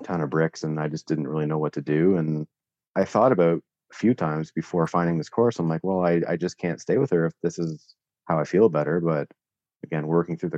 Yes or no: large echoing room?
no